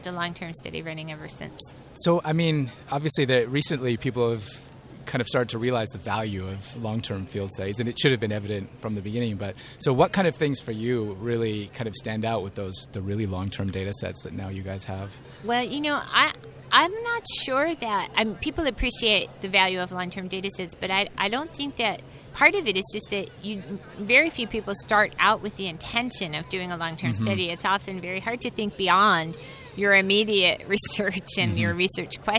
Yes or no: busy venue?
yes